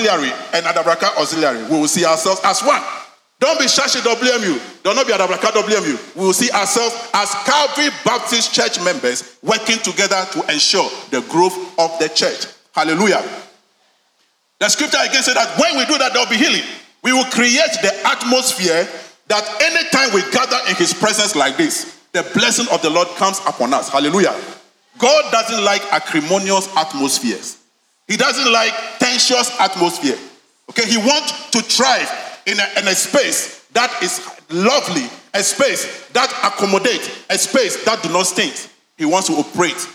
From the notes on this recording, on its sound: Sermon preached at CBC Shiashie Campus.